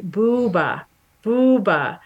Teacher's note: you're rounding your lips when you say that word